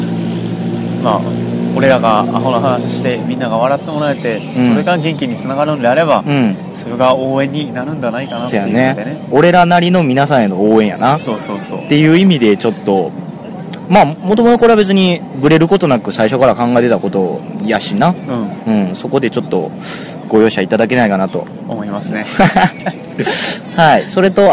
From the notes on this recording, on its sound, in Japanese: てんしばからハロウィン前夜祭をお送りしております。野外録音のため雑音が気になっておりますが。